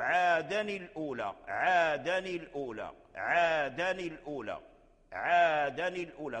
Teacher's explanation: كسروا التنوين ولم يدغموا التنوين في اللام